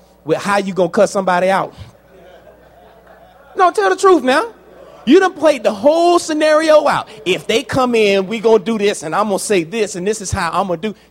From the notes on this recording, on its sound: A "LIVE" major talk delivered to a Men's Conference at St. "As A Man Thinks" is a "LIVE" major talk delivered to a Men's Conference at St.